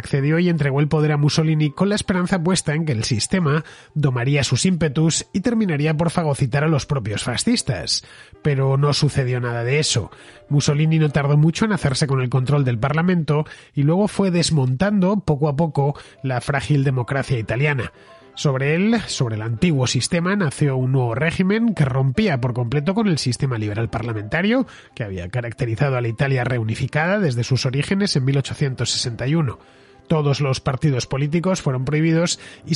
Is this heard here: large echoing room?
no